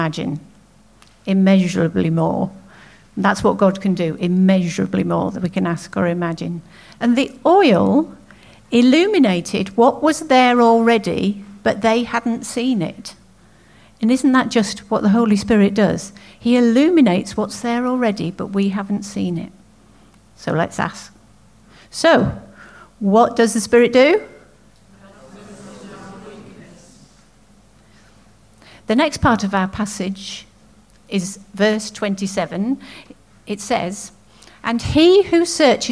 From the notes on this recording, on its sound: At King's Church, Cockermouth, as an audio file.